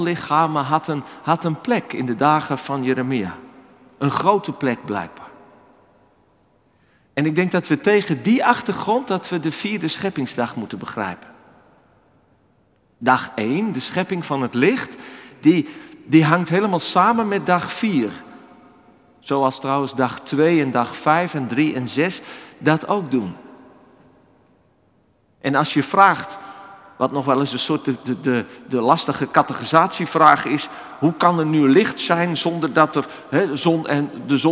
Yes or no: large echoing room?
yes